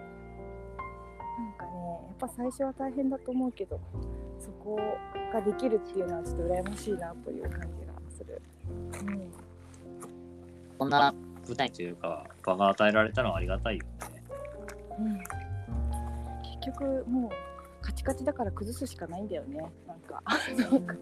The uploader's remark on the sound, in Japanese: 今日はお散歩しながらの収録。ホーホケキョ、なんてBGMを聞きつつも。